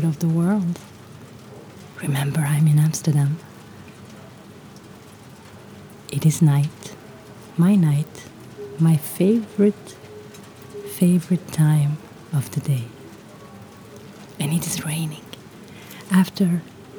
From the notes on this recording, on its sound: I got caught in the rain cycling home following a beautiful storytelling event. This time I am accompanied by the sound of rain.